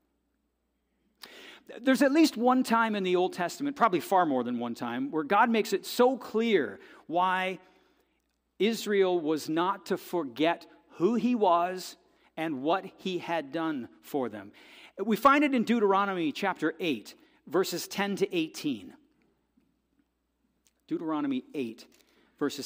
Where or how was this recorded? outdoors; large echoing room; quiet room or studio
large echoing room